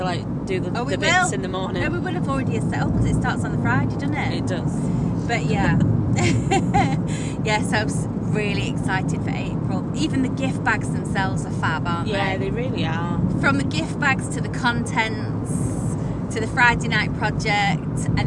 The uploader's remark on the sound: recorded during out road trip